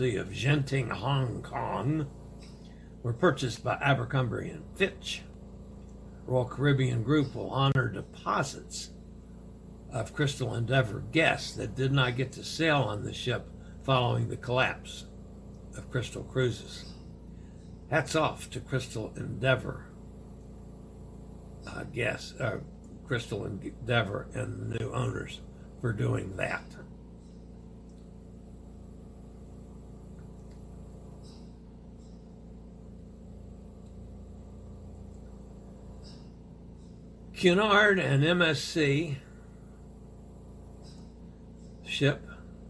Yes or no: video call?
no